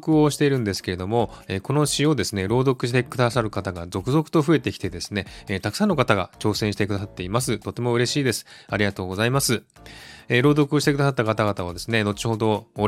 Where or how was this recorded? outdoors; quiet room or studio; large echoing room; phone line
quiet room or studio